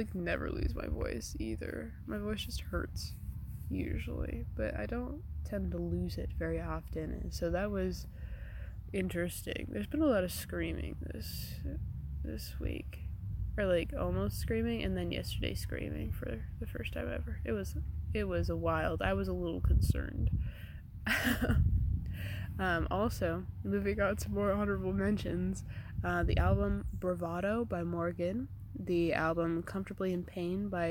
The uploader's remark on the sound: Comin at ya from the frog pond this week. With a lot of unfortunate audio disturbances due to wind.